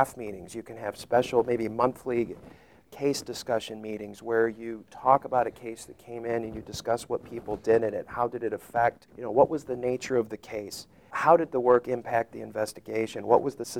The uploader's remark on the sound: The majority of these interviews were recorded at the 2018 ASCLD Annual Symposium in Atlanta, Georgia.